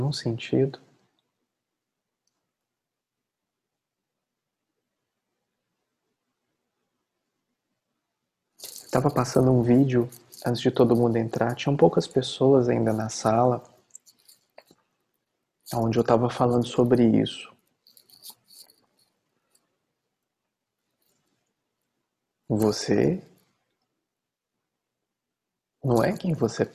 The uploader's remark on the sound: Online via Zoom